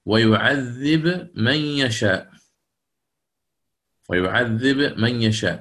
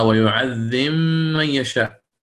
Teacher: الإمام ابن كثير هنا يظهر، وعندما يظهر يقلقل الباء · Shown in: first take